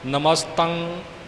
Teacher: ਟਿੱਪੀ ਤੋਂ ਬਾਅਦ ਕੋਈ ਆਵਾਜ਼ ਨਹੀਂ ਆਉਣੀ ਚਾਹੀਦੀ, ਟਿੱਪੀ 'ਤੇ ਆਵਾਜ਼ ਦੀ ਸੰਪੂਰਨਤਾ ਹੋ ਜਾਂਦੀ ਹੈ।